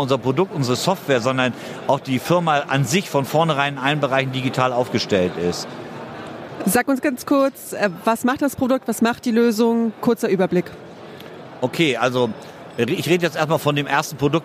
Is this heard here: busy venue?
yes